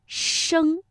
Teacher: 舌尖同样要上翘，因为声母是诗